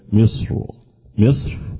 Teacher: يجوز فيها التفخيم والترقيق لكن التفخيم هنا أولى في الوقف يعني الراء الساكنة خلاص سكون عارض في آخر من وقفت سكون عارض في آخر الكلمة أقول مصر مصر وليست مصر مصر لا مصر الراء مفخمة.